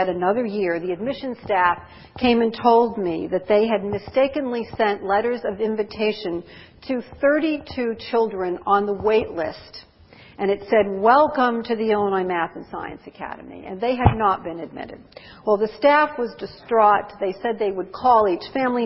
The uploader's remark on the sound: Presented 19 March 2007 at the ASCD (Association for Supervision and Curriculum Development) 2007 Annual Conference in Anaheim, California